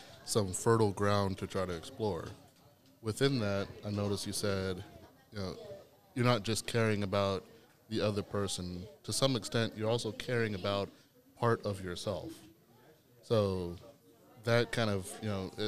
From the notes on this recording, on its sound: Recorded during the June Teen Vibe Camp.